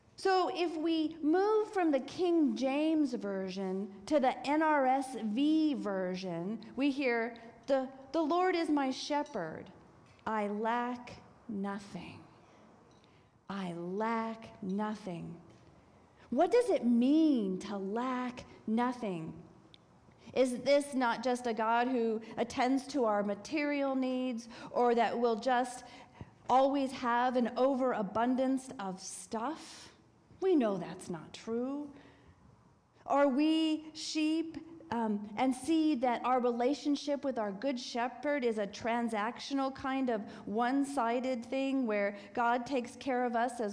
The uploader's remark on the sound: This week's service, recorded live on October 15, 2023. If you want to join us in person, we are located at 12550 Van Nuys Blvd.